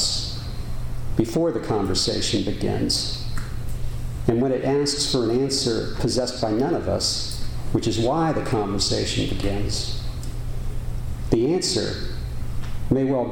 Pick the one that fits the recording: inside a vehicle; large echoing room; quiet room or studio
large echoing room